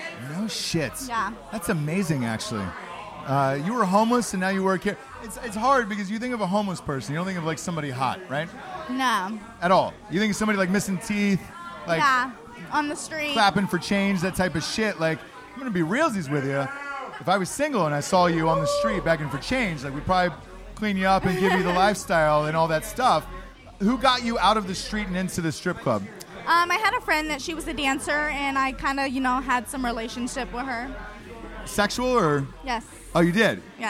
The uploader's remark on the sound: Live From Buck's Wild Strip Club In Houston! Throw an impromptu rager at a strip club in Houston, Texas the night before the Drinkin' Bros cruise with 40 drunk soon to be passengers...